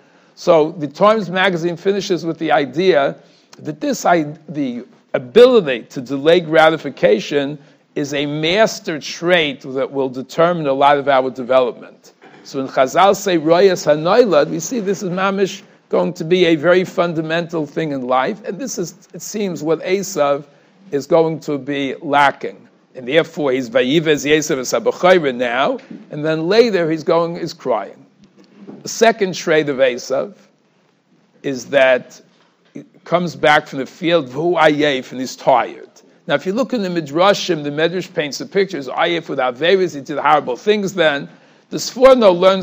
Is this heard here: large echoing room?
yes